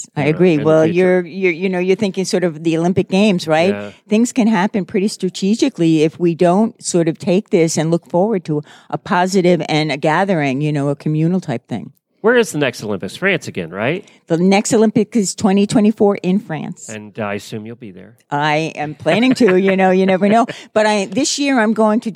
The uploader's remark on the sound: Live from the AHP Conference in Lexington. CORRECTED MISTAKE IN FIRST SOUND FILE.